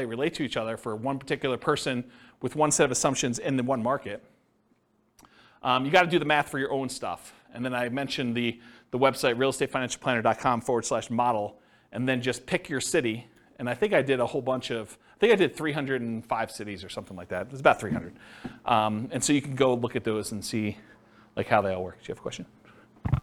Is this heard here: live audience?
yes